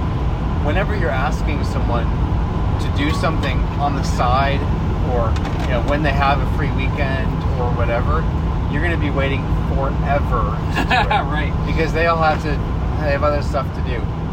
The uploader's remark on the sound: This episode was recorded on the road. As a from-the-hip recording, this conversation traverses quite a varied terrain.